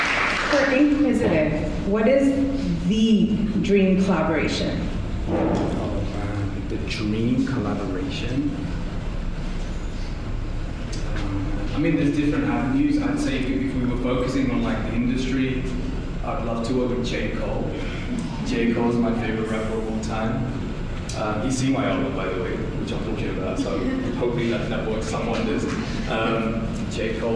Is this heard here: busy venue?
yes